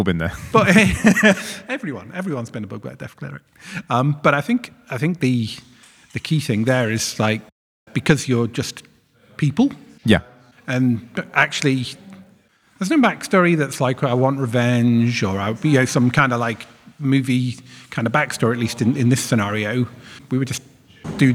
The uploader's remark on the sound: This episode was recorded live at the RPGaming Faversham event. The first half was recorded with The Keeper of our Cult of Cthulhu TTRPG session moments before starting, while the second half catches us as we recover from the horrors we experienced.